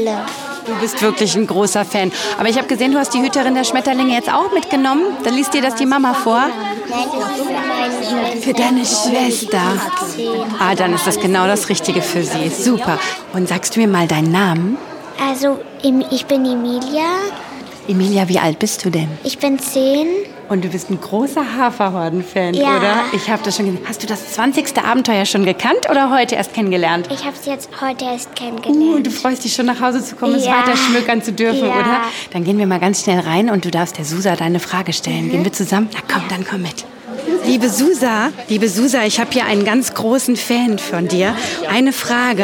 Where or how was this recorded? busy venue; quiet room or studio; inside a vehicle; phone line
busy venue